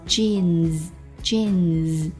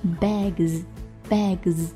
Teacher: 这是一个浊辅音，对吧？所以它加完 s 之后读的是 z